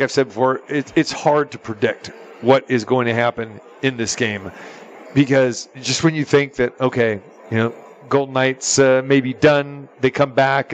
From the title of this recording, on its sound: Live From The Super Book at the Westgate Las Vegas